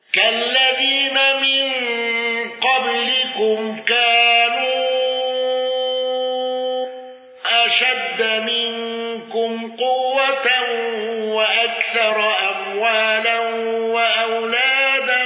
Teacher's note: حمزة بالسكت على المد المنفصل وترك الغنة